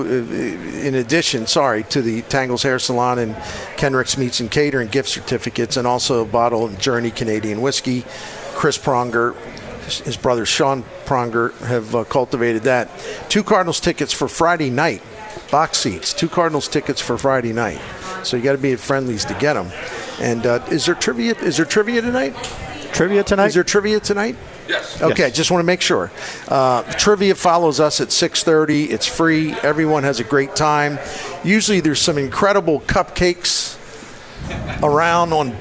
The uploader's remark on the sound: Live at Friendly's